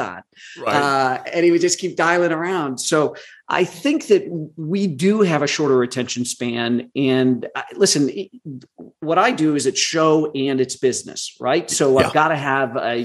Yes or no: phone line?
no